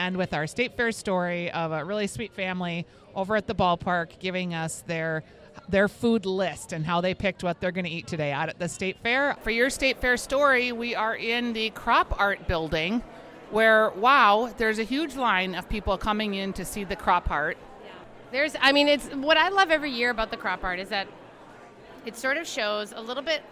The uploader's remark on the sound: Live from The Grandstand and the Crop Art Exhibit at the Minnesota State Fair. They also visit the Crop Art Exhibit in the Ag Hort Building. At the Ball Park Cafe.